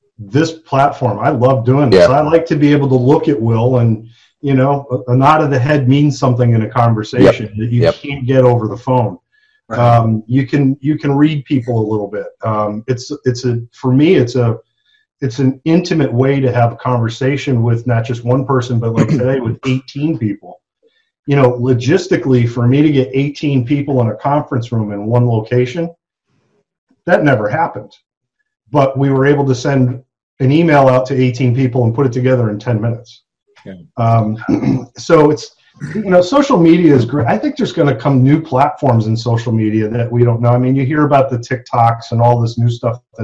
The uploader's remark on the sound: ZOOM MEETING! Joined us for a Zoom simulcast.